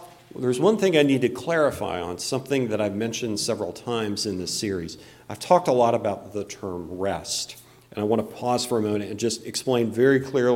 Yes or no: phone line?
no